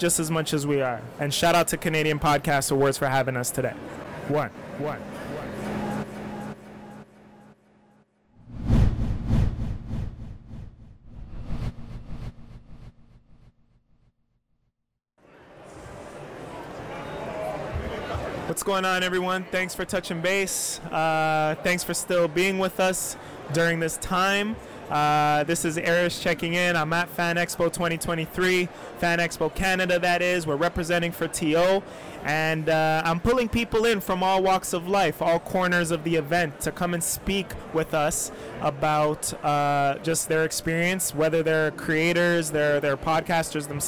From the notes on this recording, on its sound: Event: FanExpo Canada. All while a bunch of background noise soothes us all!